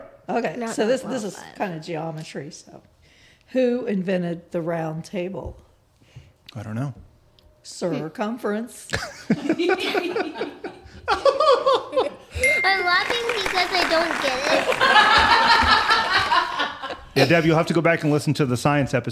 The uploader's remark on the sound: Recorded live in front of a studio audience for extra giggles.